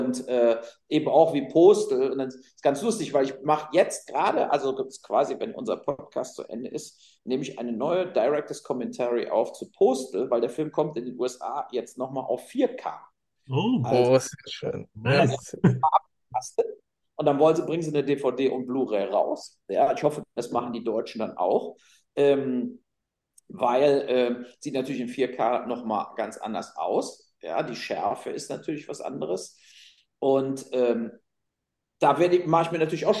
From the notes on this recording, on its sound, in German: uns auch die Audio ist, da es ein Zoom Interview war, nicht perfekt